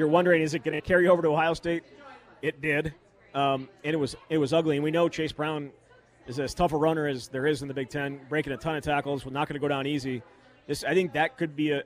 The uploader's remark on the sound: live from Monk's in Sun Praire